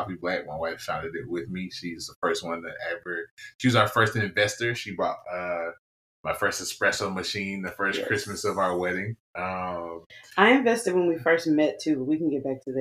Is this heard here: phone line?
no